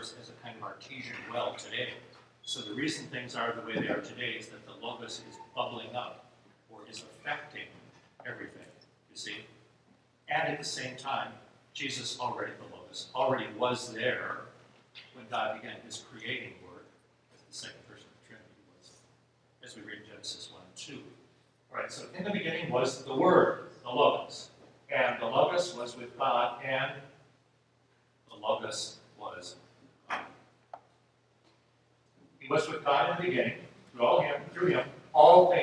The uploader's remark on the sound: This episode is a recording of Plenary Session I from Wittenberg Academy's Family Retreat.